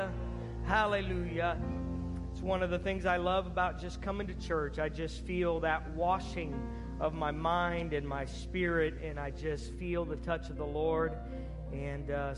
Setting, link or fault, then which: setting, large echoing room